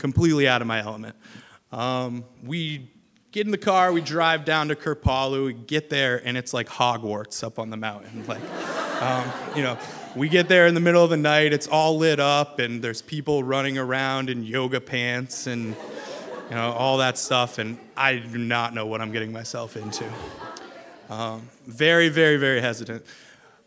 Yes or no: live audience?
yes